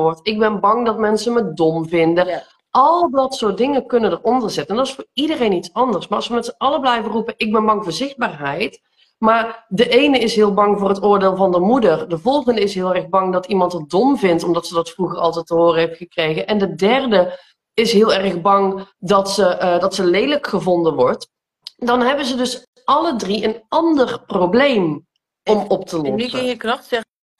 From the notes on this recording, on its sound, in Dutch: Deze aflevering komt uit een Instgram live